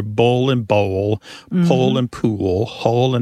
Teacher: For example, in the pairs that we talked about earlier, bull and bowl, pole and pool, hole and hole, they all end in that L sound. And that L at the end of the syllable is known as a dark L